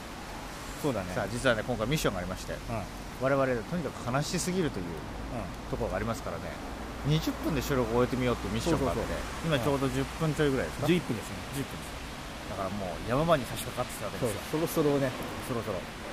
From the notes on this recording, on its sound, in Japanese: 三重県四日市。野外収録に臨みます。